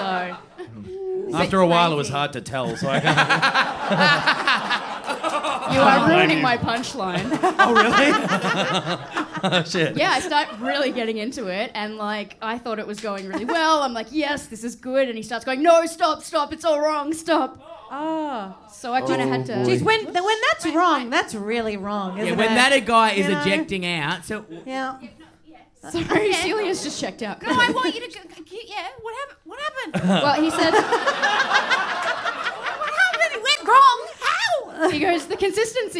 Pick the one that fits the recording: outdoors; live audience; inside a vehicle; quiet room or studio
live audience